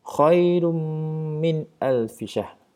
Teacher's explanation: tanwin bertemu dengan mim iaitu idgham ma'al gunnah